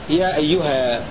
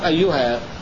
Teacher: وقف الكسائي وأبو عمرو بالألف على لفظ يا أيها